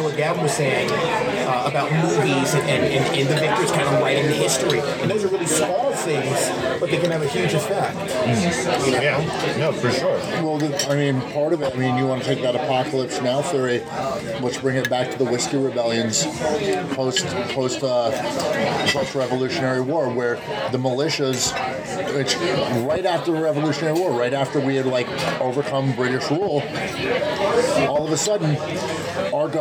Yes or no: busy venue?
yes